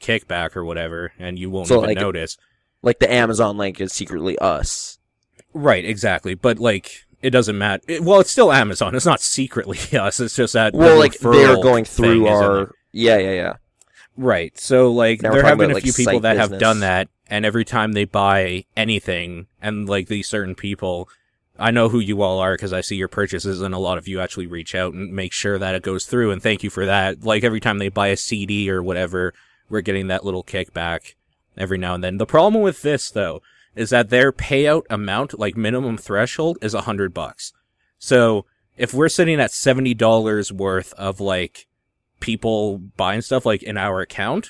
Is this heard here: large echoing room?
no